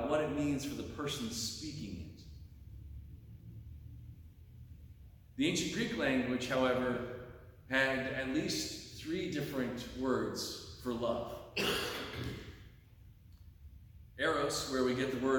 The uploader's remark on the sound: delivered on Sunday, October 29, 2023 at Pottersville Reformed Church